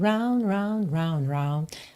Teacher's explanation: Um monte de D que você não escuta